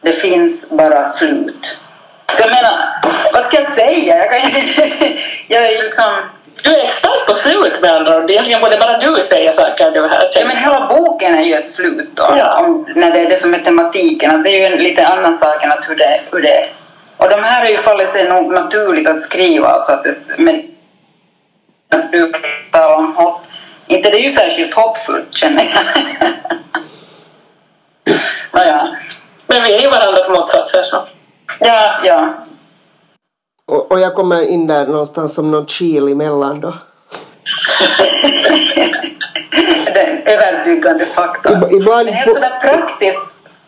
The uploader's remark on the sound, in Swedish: För första gången någonsin kunde gruppen inte samlas rent fysiskt, utan bandade in på olika håll vilket tyvärr påverkade ljudet, men absolut inte innehållet!